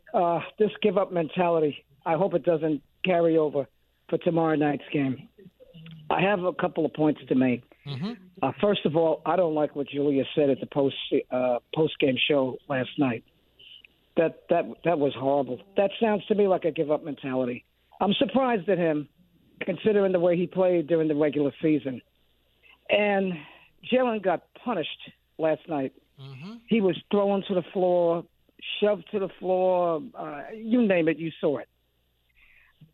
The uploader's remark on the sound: take more phone calls from listeners